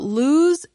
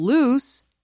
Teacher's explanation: In speaking, both words use the vowel sound oo. But lose ends in the z sound, while loose ends in the s sound. In writing, loose has only one more O than lose.